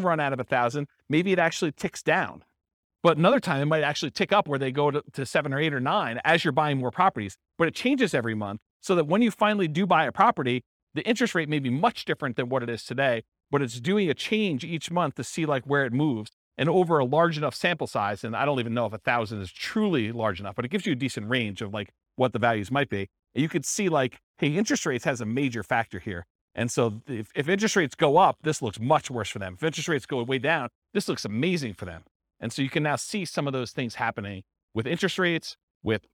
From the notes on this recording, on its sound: This was a live class recorded